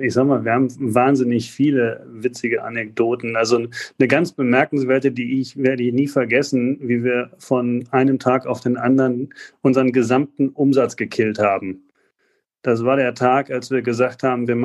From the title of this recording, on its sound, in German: im Gespräch auf Clubhouse